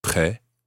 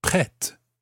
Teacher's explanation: It's spelled P-R-E circumflex T. Now, the T at the end is silent, like most T's at the end of most French words. Prêt. But in the feminine form, the T sounds, because there's an E at the end, P-R-E circumflex T-E.